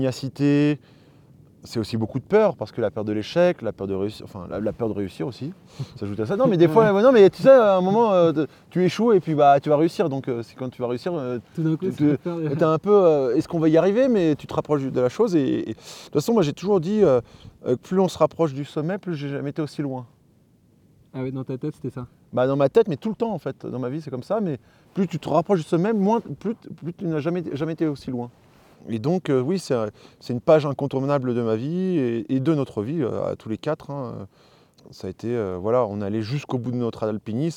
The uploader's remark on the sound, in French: lors d'un bivouac perché sous le sommet de l'aiguille du Moine